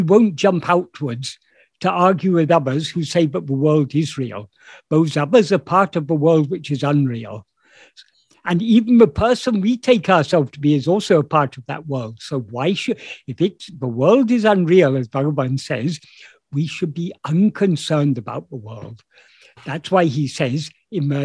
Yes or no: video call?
yes